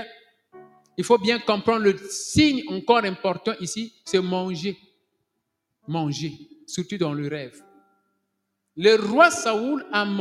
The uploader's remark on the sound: Sunday Live Service - Service en direct du Dimanche.